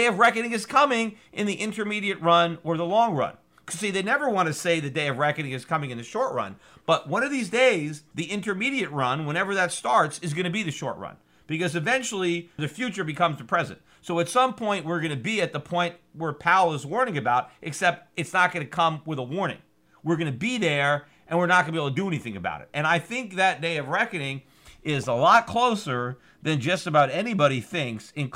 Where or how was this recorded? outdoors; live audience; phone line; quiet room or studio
quiet room or studio